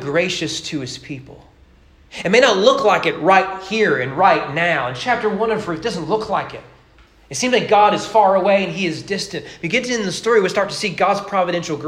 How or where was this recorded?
large echoing room